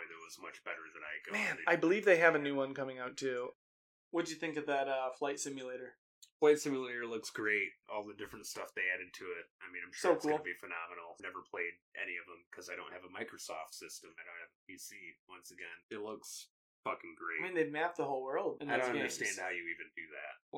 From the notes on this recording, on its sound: SORRY ABOUT THE AUDIO ISSUES IN THIS EPISODE.